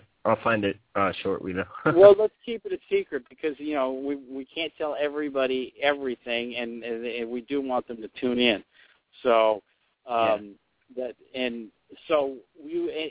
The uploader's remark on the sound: During the last 10-15 minutes of this show(11:15-11:30am PST) we will be accepting calls live on the air from any fans